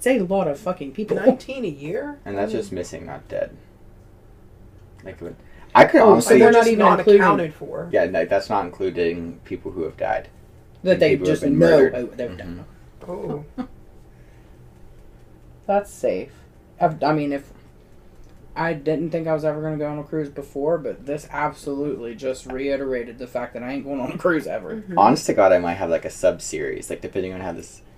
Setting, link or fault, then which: fault, poor microphone